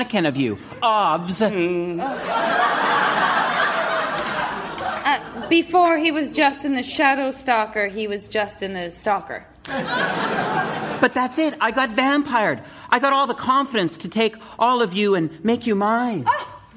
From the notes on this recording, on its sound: Recorded Live 8/6/2011 at Largo, Los Angeles.